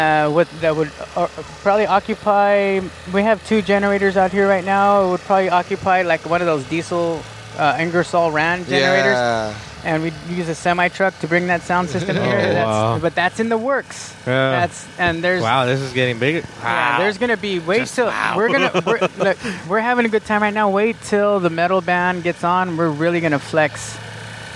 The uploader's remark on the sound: From Natividad Creek Park. This episode was recorded at the Caminos Del Arte Art Festival and Car Show. Natividad Creek Park was transformed into a giant festival grounds featuring five stages of music and a car show.